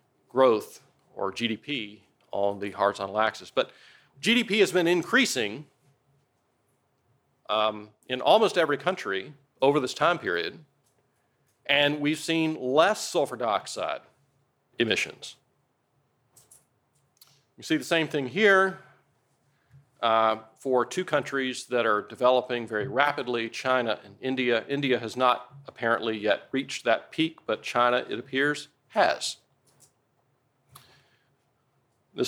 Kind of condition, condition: setting, large echoing room